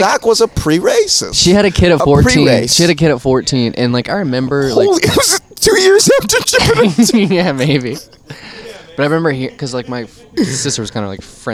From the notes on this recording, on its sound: Banter before the Shantytown Pub Open Mic